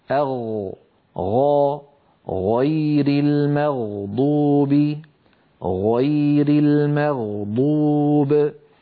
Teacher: والمنطقة التي في مؤخرة اللسان هذه مر معنا أن اسمها جذر، أن اسمها جذر اللسان. فبين جذر اللسان والحنك اللحمي في هذا المكان الذي ترونه يخرج حرف الغين. ولاحظوا بأن المخرج لا ينقفل، لاحظوا بأن المخرج مفتوح.